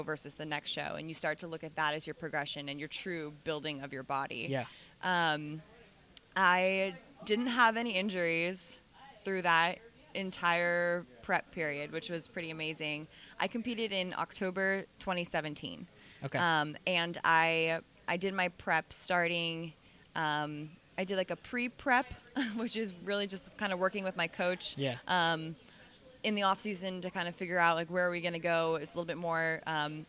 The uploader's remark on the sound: On the first interview from SSPT Live.